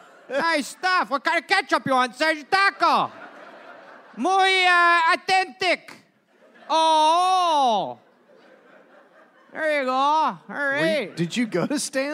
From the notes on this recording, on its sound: Recorded live in Michigan.